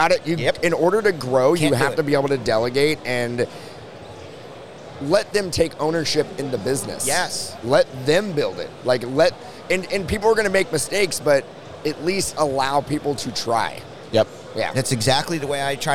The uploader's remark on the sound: LIVE at the 2022 The National Sports Collectors Convention!